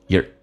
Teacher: your 在口语化当中经常说成也，加一个轻度的卷舌，叫做 year